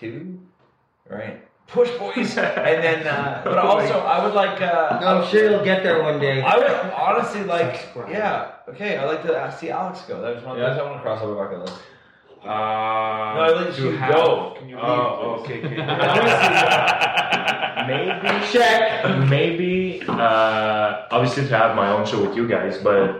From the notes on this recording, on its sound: Sorry for the echoey sound.